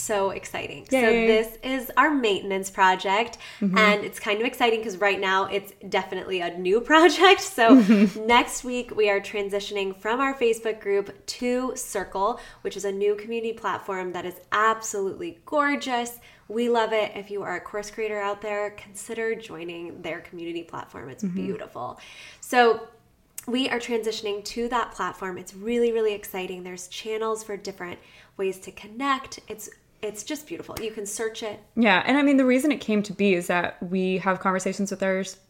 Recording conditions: sounds in the background